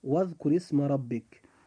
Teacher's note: الراء في كلمة واذكر جاءت مكسورة فيجب أن ترقق أيضا عند النطق · Term: الترقيق